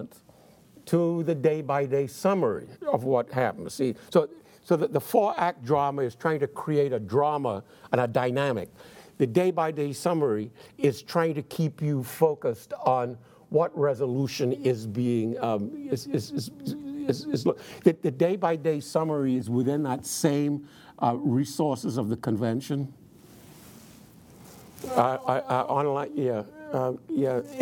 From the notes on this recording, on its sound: in front of a teacher audience